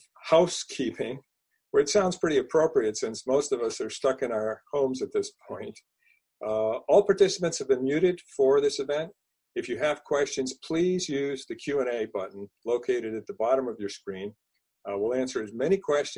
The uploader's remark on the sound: BenchmarkPortal's Virtual Town Hall